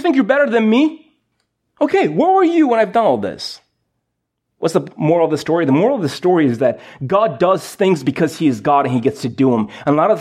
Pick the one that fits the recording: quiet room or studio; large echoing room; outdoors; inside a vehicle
large echoing room